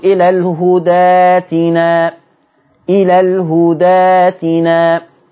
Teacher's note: لما توصل الهدى بئتنا هتتقلب الهمزة دي ألف